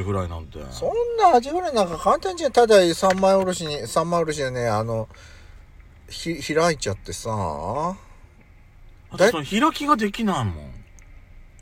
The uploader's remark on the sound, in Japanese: パーキング収録